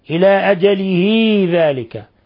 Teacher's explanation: يعني الكسرة أشبعناها فصارت ياء حالة الوصل لا حالة الوقف، لأن إذا وقفنا عليها إلى أجله، إلى أجله ذلكم أقسط، · Term: صلة صغرى